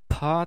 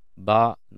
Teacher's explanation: P の音はパーっていうふうに空気の解放が伴う音 · Shown in: first take · Term: 有気音